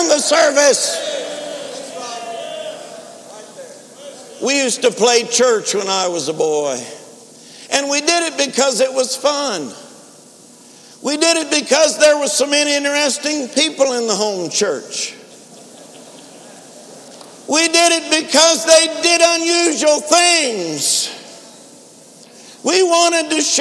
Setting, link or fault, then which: setting, large echoing room